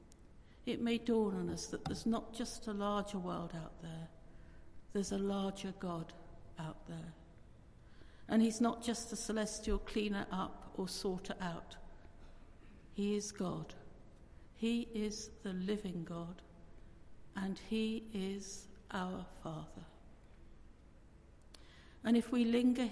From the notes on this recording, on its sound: Christ Church, Bayston Hill (UK)